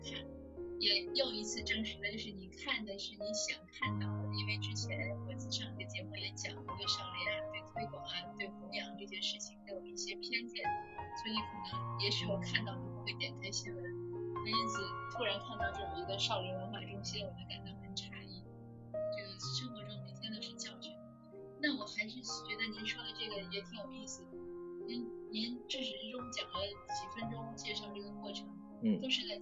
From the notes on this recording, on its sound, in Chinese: 这也是第一次请嘉宾，录音中有点不顺畅。